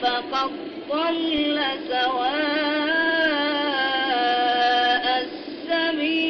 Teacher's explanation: قد أدغمت الدال في لفظ فقد في الضاد التي بعدها